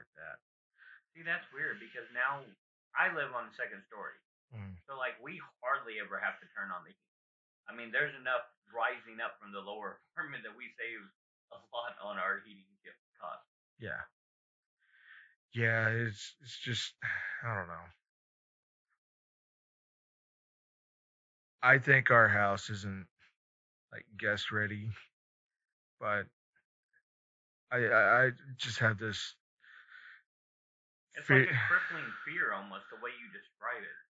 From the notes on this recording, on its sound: we had a malfunction with the audio